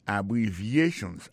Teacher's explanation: accent tonique là tombé sous troisième syllabe là